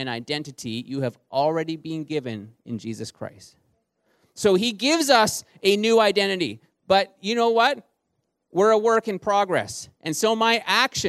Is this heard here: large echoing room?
yes